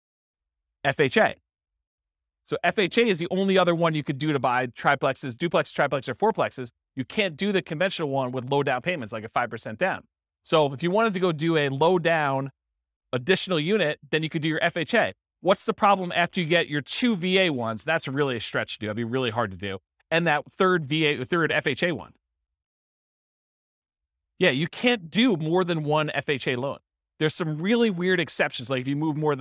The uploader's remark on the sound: This was a live class recorded